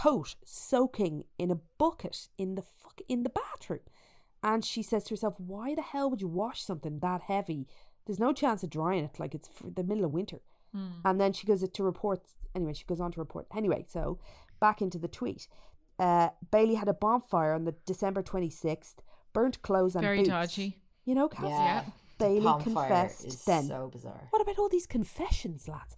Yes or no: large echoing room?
no